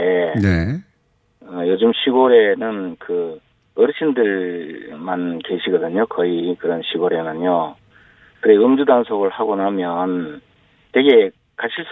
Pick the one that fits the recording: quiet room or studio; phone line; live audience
phone line